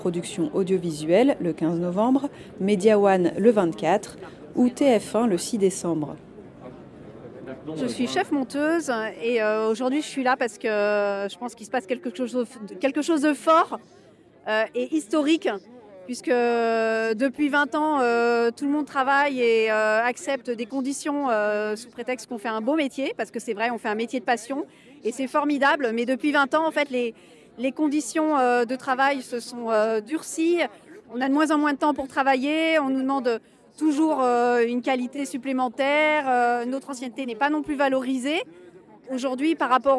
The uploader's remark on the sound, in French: Épisode spécial, en extérieur, enregistré le 19 décembre dernier à l’occasion de la mobilisation des travailleur.euses de l’audiovisuel devant le ministère de la culture. J’ai interrogé des monteurs et monteuses mais aussi des réalisateurs et réalisatrices, sur les raisons de la colère.